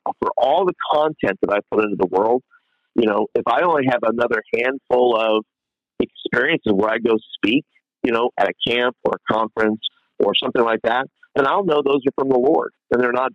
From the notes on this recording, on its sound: Phone interview.